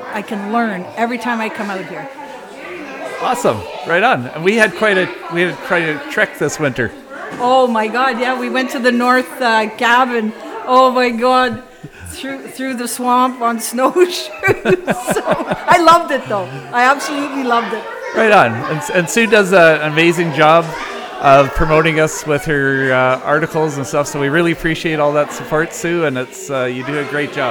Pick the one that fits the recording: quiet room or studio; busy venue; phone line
busy venue